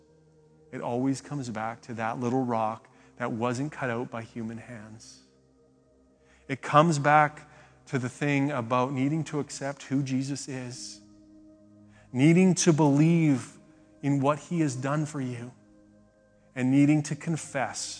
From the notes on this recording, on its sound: speaks at SouthRidge Fellowship, a Langley church